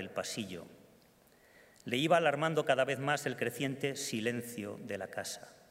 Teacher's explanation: resalta el juego fonético de las eses que transmiten la suavidad de unos pasos